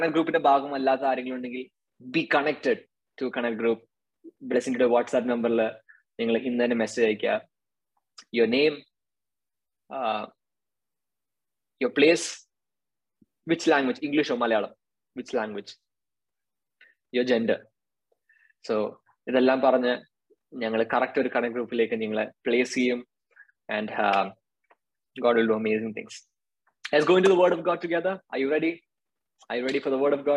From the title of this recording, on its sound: Zoom Meeting